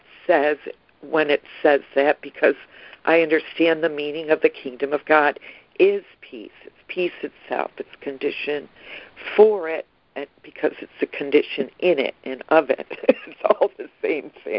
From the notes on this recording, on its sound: ACIM Daily Conference Call.